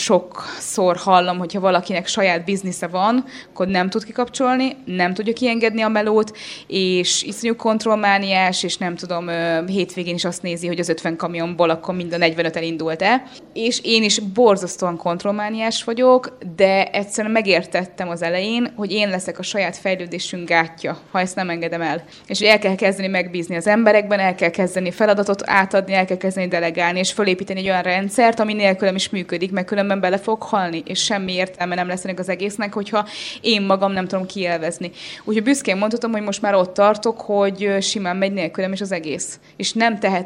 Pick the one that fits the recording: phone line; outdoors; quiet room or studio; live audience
live audience